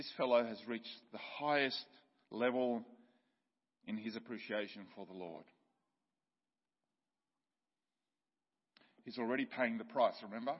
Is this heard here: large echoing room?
yes